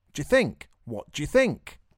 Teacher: Do you becomes ja. This is an example of what we call connected speech